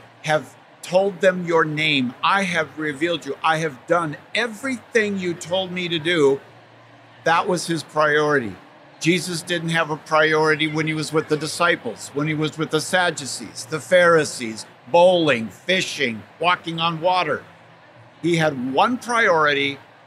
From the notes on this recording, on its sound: recorded at the SEEK24 conference